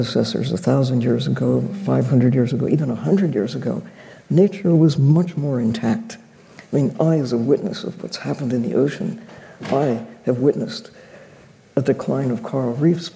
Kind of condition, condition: setting, live audience